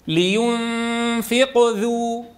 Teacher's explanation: قلقلنا الحرف المقلقل لكن أعضاء النطق تتلفت لنطق الذال المضمومة، فورا نريد أن ننتقل إلى الذال المضمومة. · Term: القلقلة